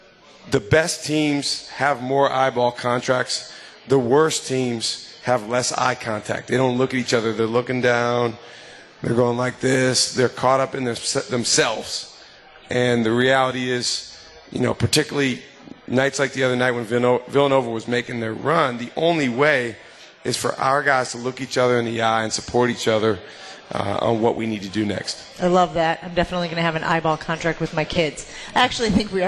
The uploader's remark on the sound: LIVE from MOTOR Bar & Restaurant